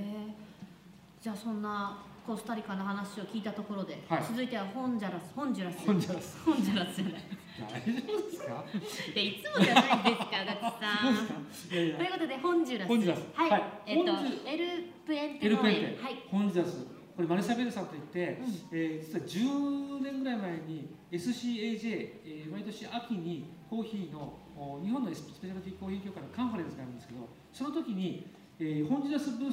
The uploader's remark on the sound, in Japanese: あだち珈琲の20周年を記念して大川店に出張収録！